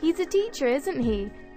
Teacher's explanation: the speaker's voice goes down when she says the question tag